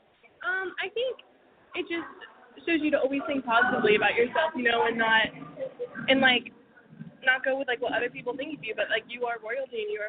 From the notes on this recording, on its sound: We are on location at this year Royalty Conference